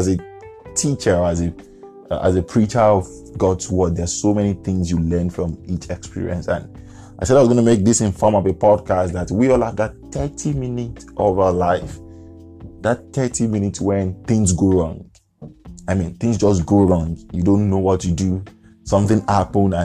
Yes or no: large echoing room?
no